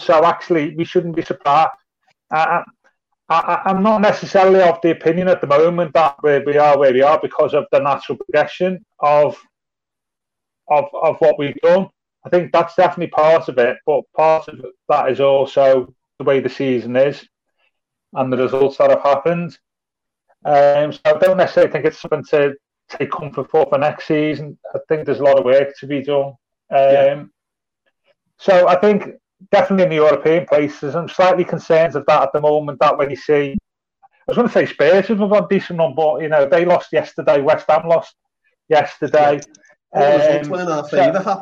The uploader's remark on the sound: briefly lock himself out of the video call